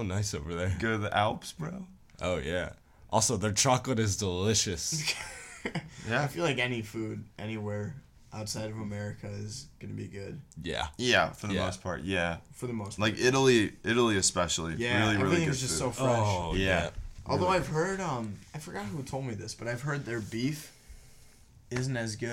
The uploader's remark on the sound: We tried something new when it comes to recording so audio levels may be inconsistent in this episode.